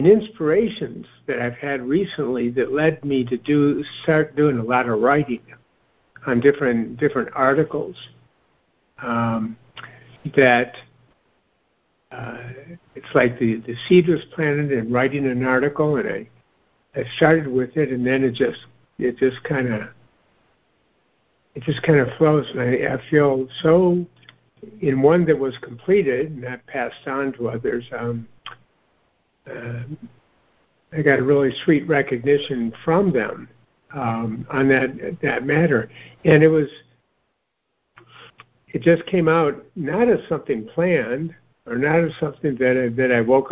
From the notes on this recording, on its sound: joining together on a Free Conference Call